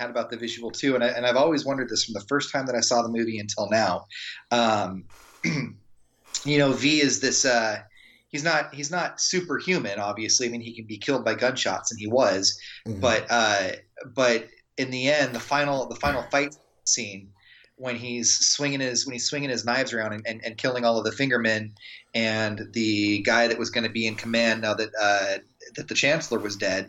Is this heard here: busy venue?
no